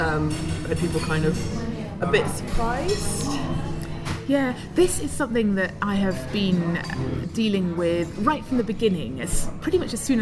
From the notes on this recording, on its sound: I took her for lunch - excuse the background noise -.